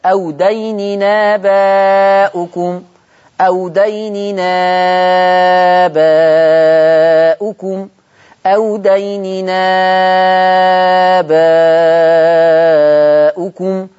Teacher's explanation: لأن الهمزة اتشالت واتنقلت حركتها للتنوين، فعشان كده سموه بدل مغير بالنقل. · Term: بدل ومغير بالنقل